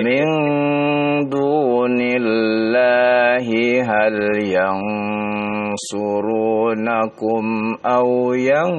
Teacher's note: Min ikhfa'nya ditahan dua harokat